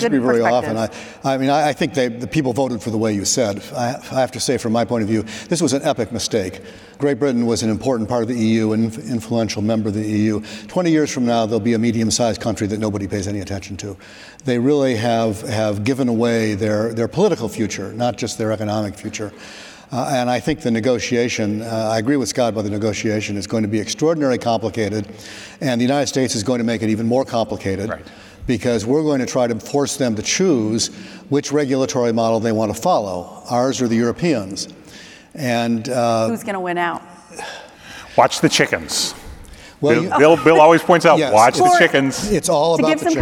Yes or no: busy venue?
yes